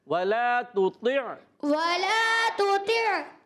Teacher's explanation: ہم نے عین والا حرف ادا کرنا ہے کیونکہ عین ہے، حلق کے درمیان والے حصے پر زور دیں گے